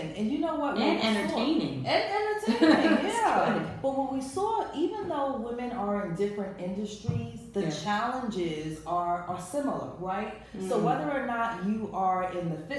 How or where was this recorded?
live audience